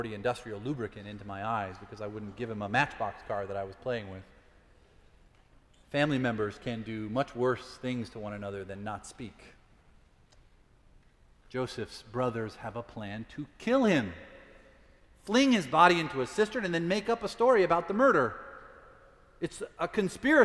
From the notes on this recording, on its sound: Preached at Fourth Presbyterian Church.